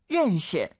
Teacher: 알 발음 약간 으르, 으르 혀를 뒤로 보내면서 런시